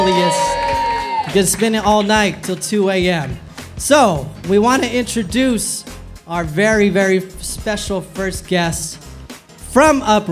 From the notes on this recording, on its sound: Uprising & TRAKTIVIST present: #representAsian LIVE - A night of live entertainment. This episode is a pre-recorded taping of TRAKTIVIST Radio on DASH Radio at 18 Social - Hotel Indigo in Los Angeles, California.